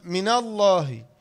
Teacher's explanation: أصل حرف من إن دي ساكن ولكن حركت بالإيه بالفتح مناسبة لما بعدها